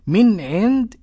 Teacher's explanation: إظهار حلقي نون ساكنة أتى بعدها عين. عند نون ساكنة أتى بعدها دال إخفاء حقيقي.